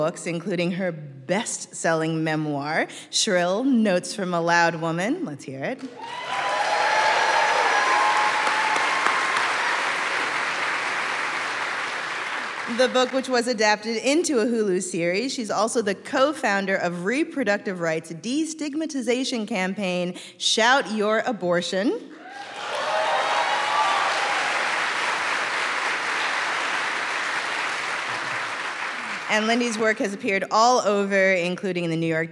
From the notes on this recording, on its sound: Live from Seattle. Today we’re sharing an excerpt from our live show at Town Hall Seattle.